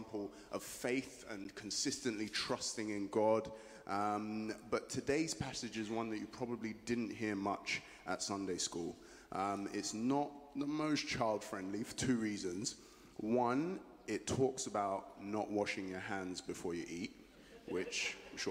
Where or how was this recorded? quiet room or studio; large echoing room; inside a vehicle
large echoing room